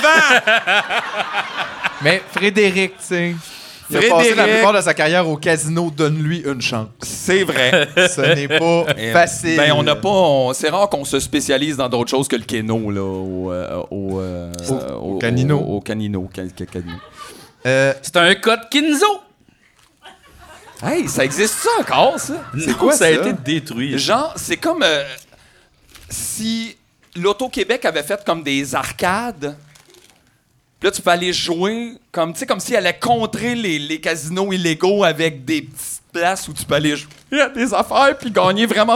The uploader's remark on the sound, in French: Épisode enregistré le 22 février 2023 au chic Verre Bouteille à Montréal.